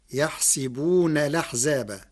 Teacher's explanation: قرأ ورش كلمة يحسبون بكسر السين فتصير يحسبون الأحزاب مع نقل حركة الهمز إلى الساكن قبلها مع الحذف، والفتح والكسر في السين لغة العرب.